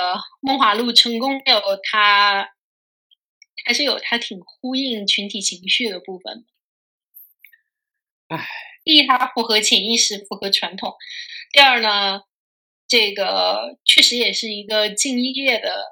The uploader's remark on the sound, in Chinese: 对录音质量的抱歉